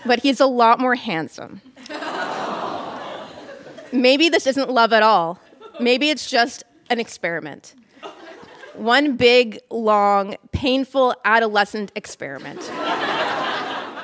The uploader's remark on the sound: Recorded live at The Gladstone Theatre in Ottawa.